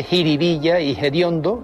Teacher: aspiran la F inicial de determinadas palabras populares